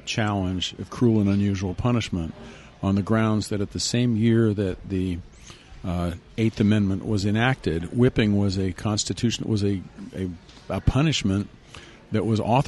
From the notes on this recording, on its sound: This episode was recorded at Zest in downtown SLC.